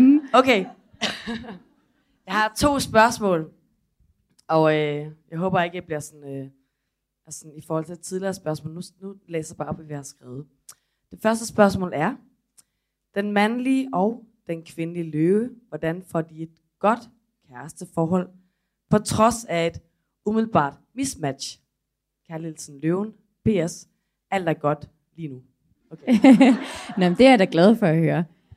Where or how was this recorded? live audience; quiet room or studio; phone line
live audience